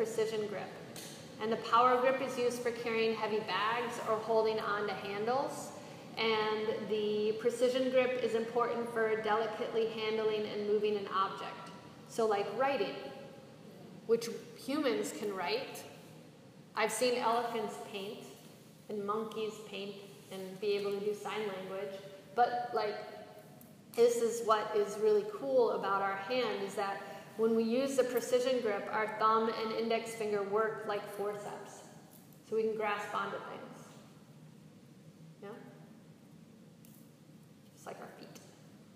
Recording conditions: live audience